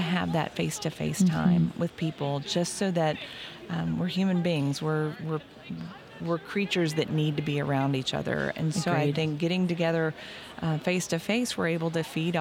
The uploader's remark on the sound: Live From Our Booth at MAX